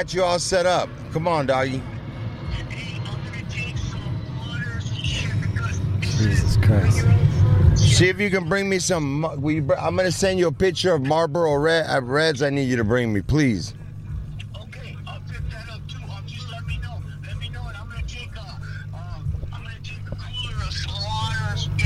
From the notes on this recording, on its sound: DO IT LIVE from the beach